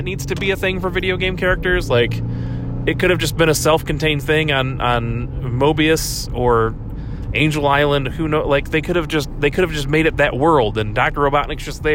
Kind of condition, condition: setting, inside a vehicle